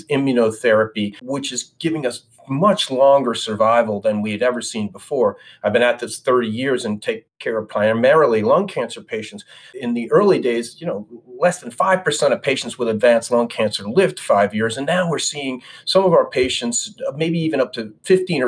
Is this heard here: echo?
no